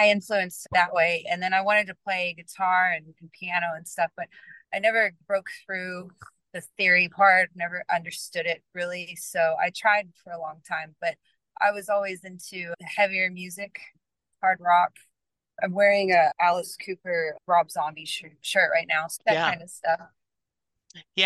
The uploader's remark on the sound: joined me from her car right after sound check for a gig in NYC